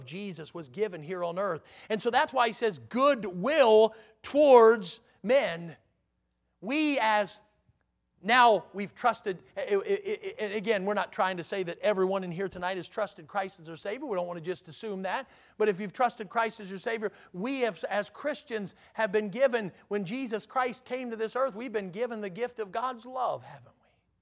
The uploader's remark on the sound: in the Sunday Evening Service on December 11, 2022, at Victory Baptist Church in Boonsboro, Maryland.